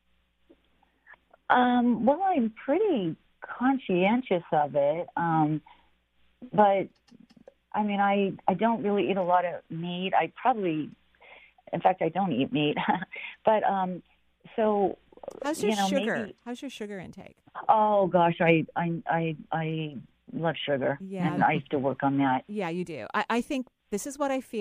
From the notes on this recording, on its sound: we're doing a live call-in show today!